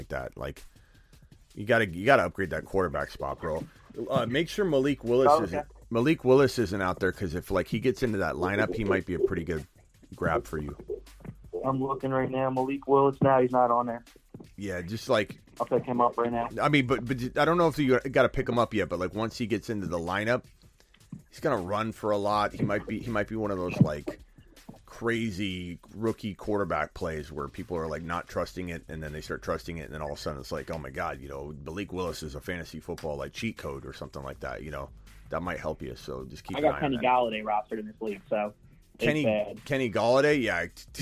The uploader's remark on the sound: 2 Hours of Phone Calls and chat questions.